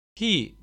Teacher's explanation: İlk kelimede he derken ağız yapınızı inceleyin. Dilin ucu yüksekte olduğu için high ya da close bir vowel'dır